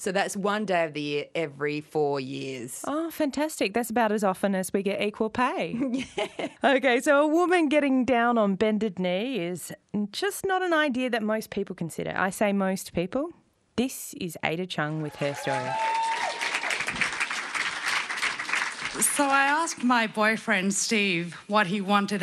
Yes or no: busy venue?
yes